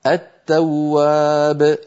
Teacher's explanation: أدغمنا اللام في التاء